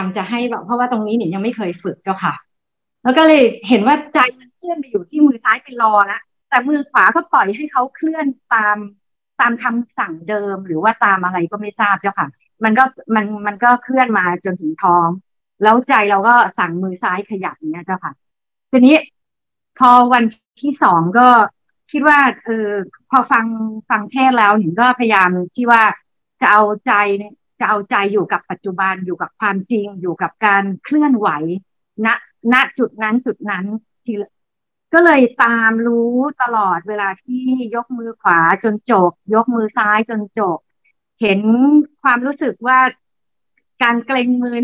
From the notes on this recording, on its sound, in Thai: คอร์สออนไลน์ (ผ่านโปรแกรม Zoom)